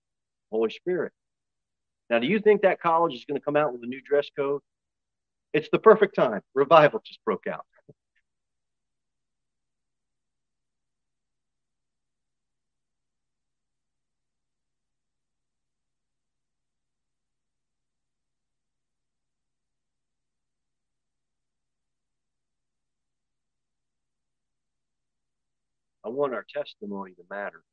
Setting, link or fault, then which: setting, large echoing room